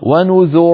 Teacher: ونذر فخمنا لأن الراء ساكنة وقبلها مضموم